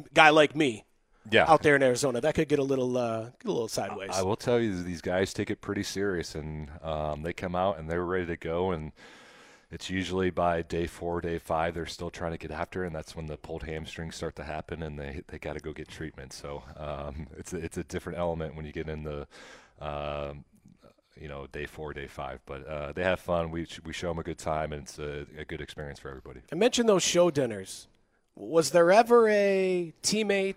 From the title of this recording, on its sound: live from Royals Rally